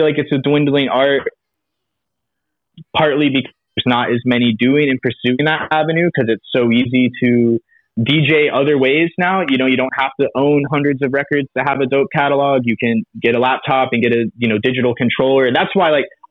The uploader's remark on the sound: Via Telephone: Orlando, Florida is where we are taking a trip.